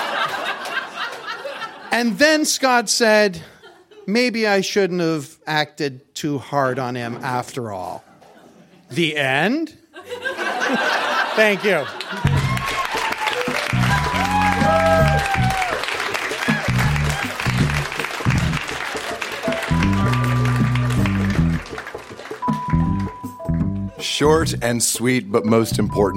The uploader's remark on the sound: Recorded live at TWH Social in Kitchener.